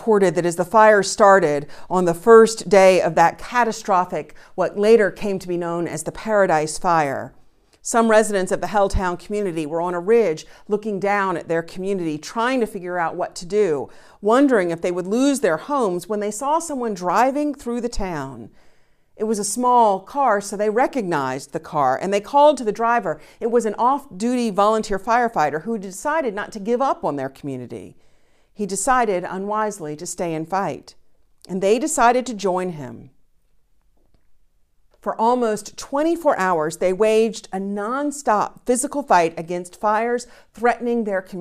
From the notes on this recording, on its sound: Recorded live each week at First Pres in beautiful historic downtown New Bern, North Carolina. First Presbyterian Church, New Bern, North Carolina, established in 1817.